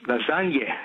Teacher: We all say lasagna, where the sound on the end is eh. · Term: schwa